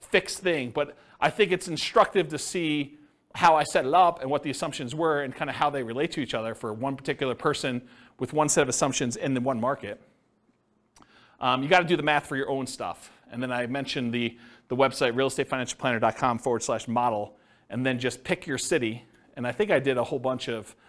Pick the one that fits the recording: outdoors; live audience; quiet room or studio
live audience